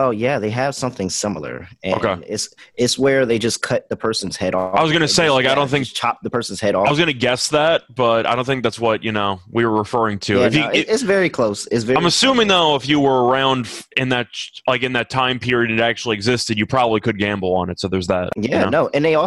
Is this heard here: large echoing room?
no